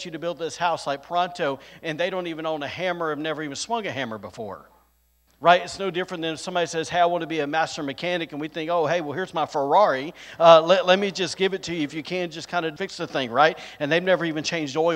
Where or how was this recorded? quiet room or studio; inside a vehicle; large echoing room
large echoing room